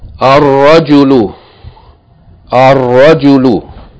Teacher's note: ra is a sun letter, therefore, it should be doubled and the lam not pronounced.